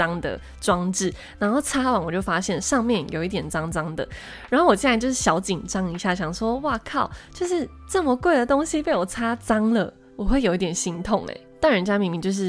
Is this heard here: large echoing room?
no